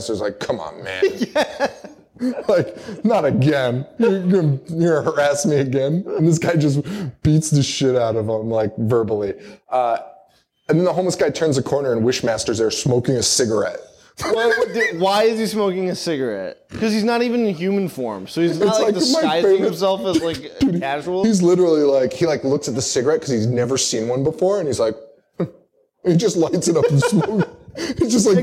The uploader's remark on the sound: Live in Chicago!